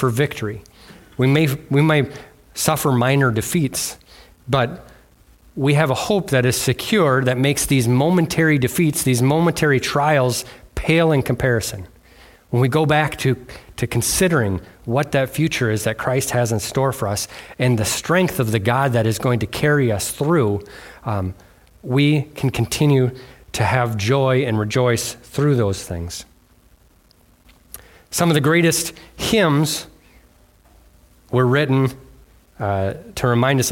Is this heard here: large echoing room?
yes